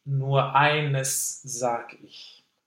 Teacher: In the song, we have the option to separate the sounds of the S's. Mm-hmm. So the eines, the unvoiced eines, and sage, the voiced S, and sag ich.